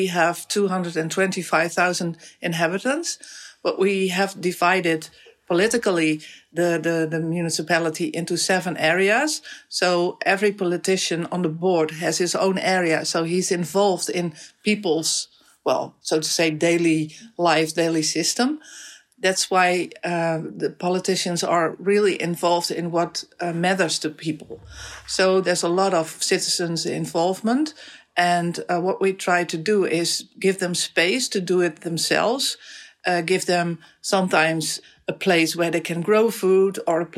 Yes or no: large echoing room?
no